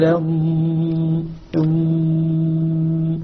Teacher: لما انطق الضاد لابد ان يكون معه جريان في الصوت · Term: صفة الاستطالة